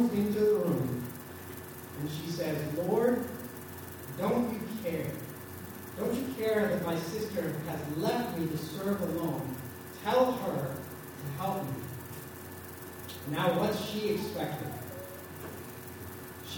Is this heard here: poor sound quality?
yes